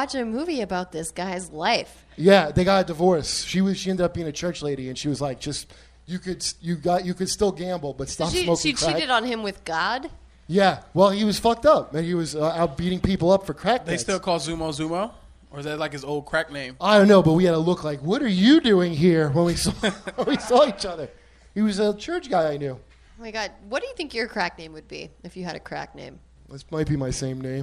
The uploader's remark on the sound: LIVE from Skankfest at the Creek and the Cave.